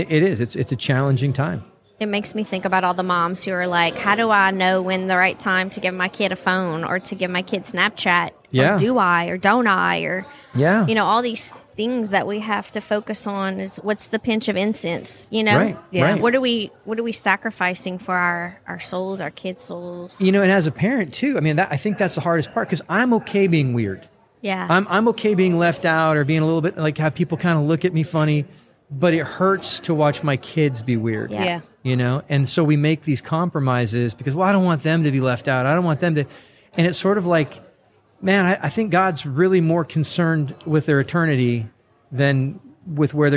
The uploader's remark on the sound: Live from Steubenville South